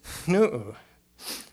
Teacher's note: It's called a voiceless nasal. Air comes out your nose before you say the N.